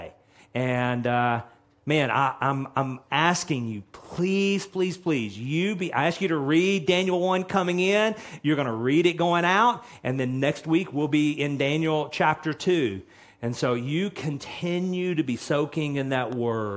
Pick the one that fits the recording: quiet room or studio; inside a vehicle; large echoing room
large echoing room